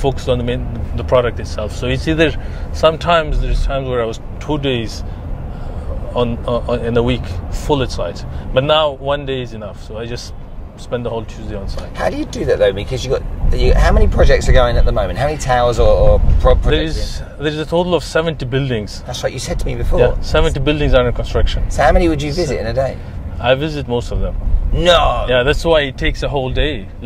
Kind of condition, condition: setting, inside a vehicle